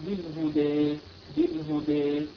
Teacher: أن تميل صوت الألف إلى صوت الياء ولكن يعني الصوت يكون لا هو ألف ولا ياء إنما يكون بينهما تماما لا نقول بالهدى ولا بالهدي، إنما نقول بالهدي بالهدي، ولا نميلها · Term: الإمالة الكبرى